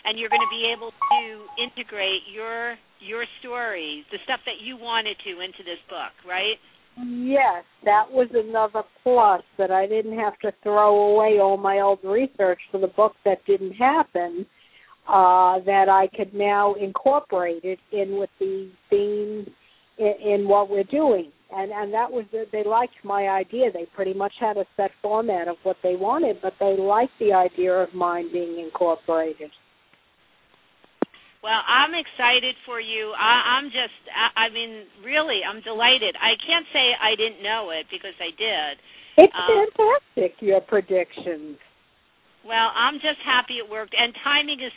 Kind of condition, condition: link, phone line